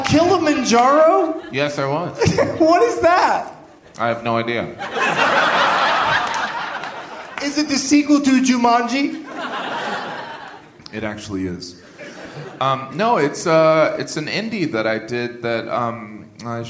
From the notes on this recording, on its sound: Live from the Gramercy Theatre in NYC